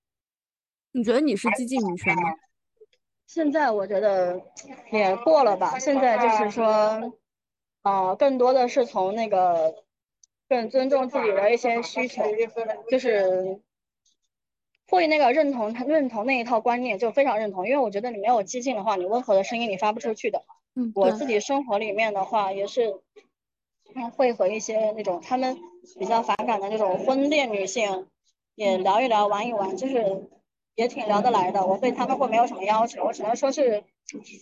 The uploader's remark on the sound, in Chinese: 摩托车-地铁-赶往机场 的路上完成的。从工作的城市飞回老家开启十几天的假期。